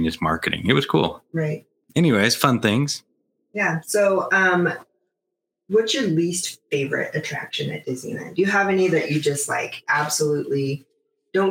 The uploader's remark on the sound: This episode was recorded in the infancy of Magic and Mayhem Podcast, and the audio quality is terrible.